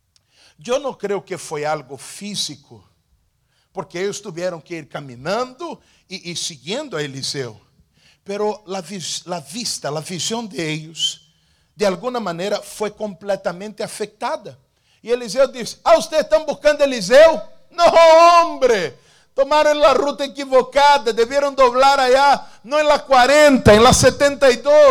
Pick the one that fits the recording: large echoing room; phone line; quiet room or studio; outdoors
large echoing room